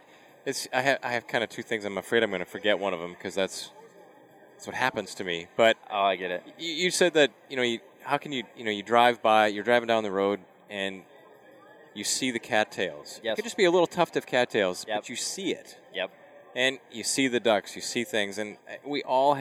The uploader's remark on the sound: This episode was recorded at the latest Duck Hunters Expo in Little Rock, AR.